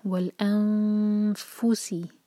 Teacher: ہم فا کے لیے زبان تیار کر کے پڑھیں گے اور فا سے ہوگا اوپر کے جو دانت ہیں نیچے والے ہونٹوں کے قریب آئیں گے